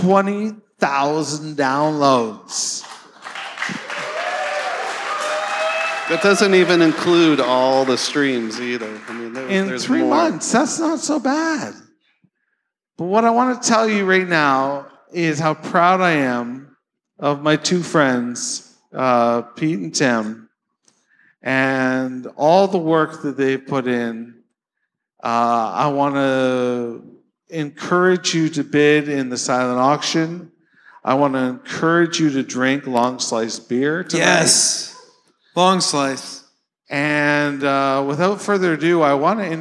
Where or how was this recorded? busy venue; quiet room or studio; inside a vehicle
busy venue